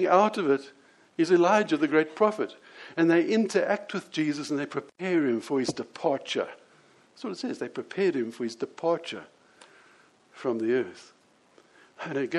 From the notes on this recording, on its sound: Here is the audio of the sermon I preached on this at the Lonehill Village Church on Sunday 28th May 2017.